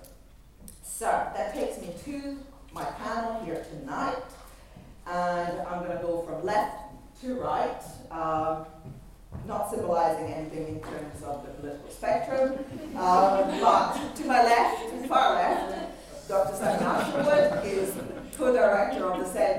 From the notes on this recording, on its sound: Audio recording of the EU referendum question time event, held at University of Surrey, hosted by the Centre for Research on the European Matrix (CRonEM).